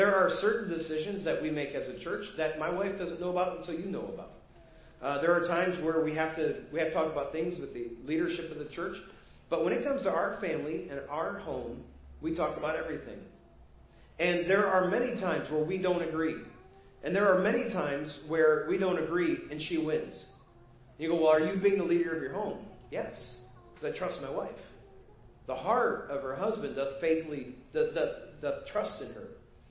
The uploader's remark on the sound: Preached at First Baptist Church of Hazel Park